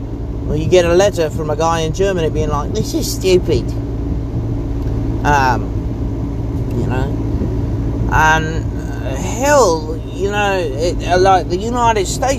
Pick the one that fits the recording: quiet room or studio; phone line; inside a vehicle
inside a vehicle